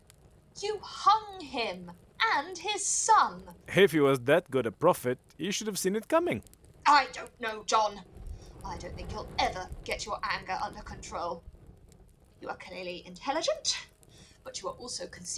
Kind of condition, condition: fault, poor sound quality